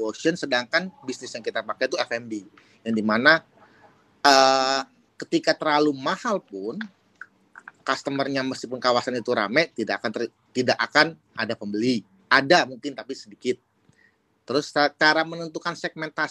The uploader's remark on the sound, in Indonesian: Clubhouse Session. Rekaman clubhouse sesi ke-11.